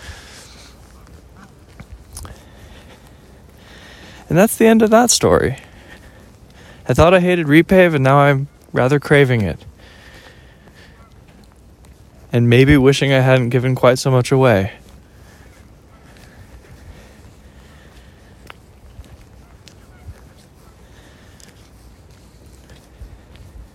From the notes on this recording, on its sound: listen to me walk and talk